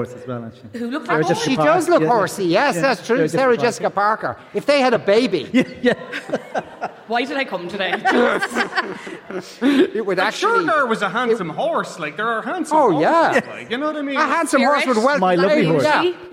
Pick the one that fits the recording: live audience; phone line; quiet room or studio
live audience